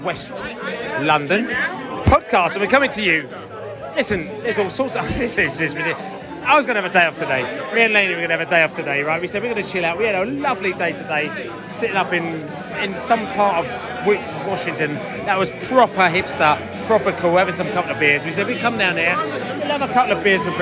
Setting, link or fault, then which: setting, busy venue